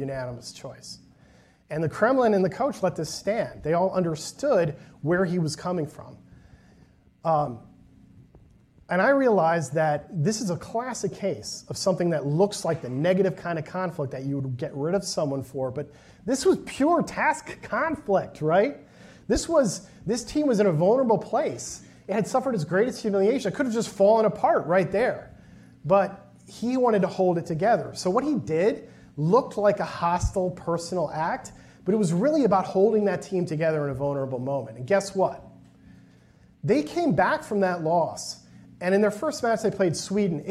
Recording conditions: live audience